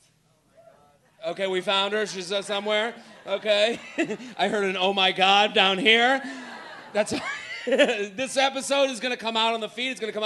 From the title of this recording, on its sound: LIVE From Punch Line Philly